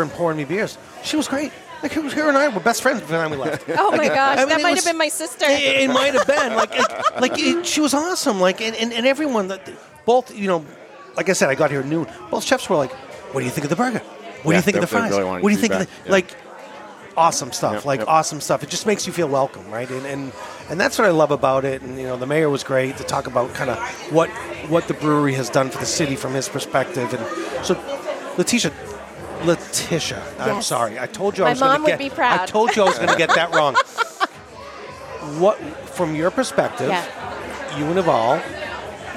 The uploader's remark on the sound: At the Culture on Tap Festival